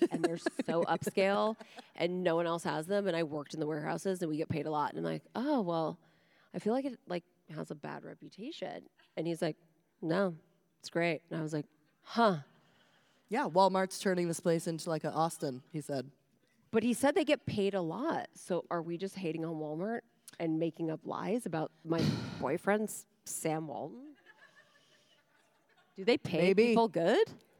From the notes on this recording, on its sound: Did the podcast LIVE in Eureka Springs, Arkansas. Performed a half hour of stand up before the live podcast.